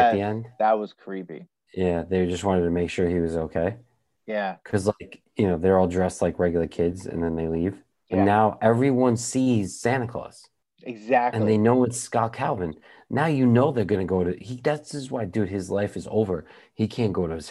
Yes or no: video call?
yes